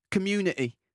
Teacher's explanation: on enlève le T, ça fait tout de suite populaire · Term: accent populaire